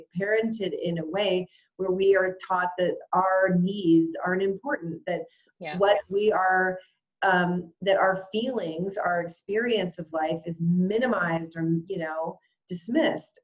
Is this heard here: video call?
yes